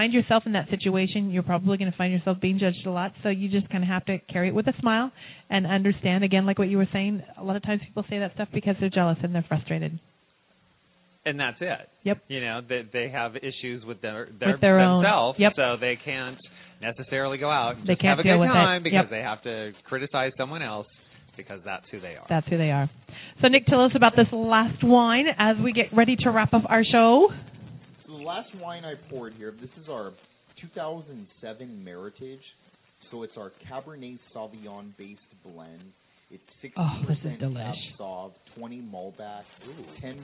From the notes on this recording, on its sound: Broadcasts live from Canon De Sol Winery!